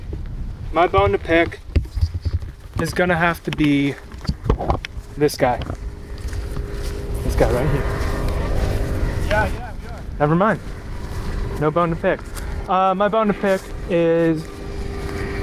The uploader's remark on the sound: With nowhere to record due to a flood in the Clubhouse, the boys hit the golf course for the first episode of the year.